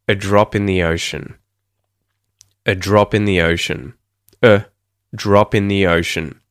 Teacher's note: So, firstly, you'll hear me say A as like the letter A when I'm pronouncing it clearly, but as soon as it is used in a sentence like a drop in the ocean, you'll hear it become unstressed and a schwa sound.